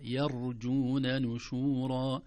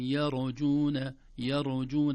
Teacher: التنبيه الأول ترقيق الياء، لا نقول يرجون لأنها الأذن لا تستغربها، لأن الراء مفخمة فيكون أسهل على اللسان يقول يرجون، لكن لا يا يرجون نشورا، نرقق الياء ونفخم الراء الساكنة دون قلقلة · Shown in: first take · لا نقول يرجون يرجون، الراء الساكنة ليس فيها قلقلة، أو الراء صفة عمل ليس فيها قلقلة.